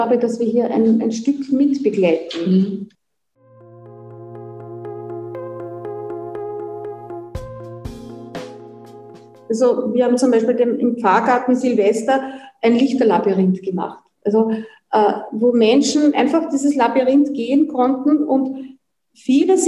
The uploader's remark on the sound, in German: bei der kbw-online-Tagung "Hoffnung, Wandel und Wunder in Krisenzeiten"